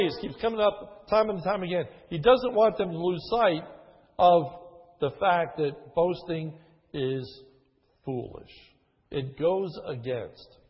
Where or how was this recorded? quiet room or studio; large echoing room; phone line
large echoing room